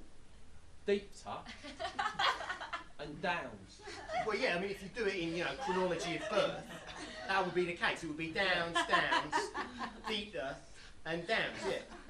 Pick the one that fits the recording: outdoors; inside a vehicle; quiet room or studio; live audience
live audience